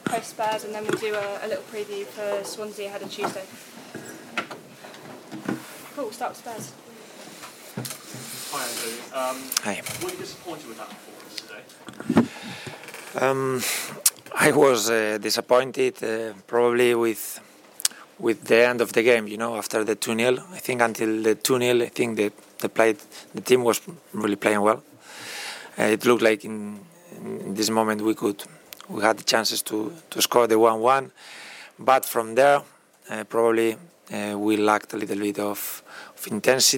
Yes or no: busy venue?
yes